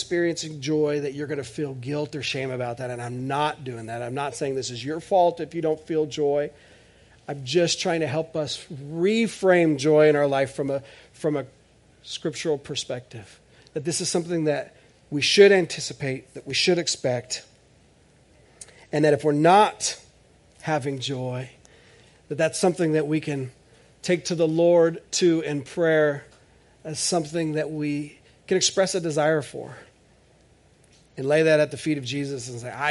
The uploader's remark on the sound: This is audio ripped from the Live Service video.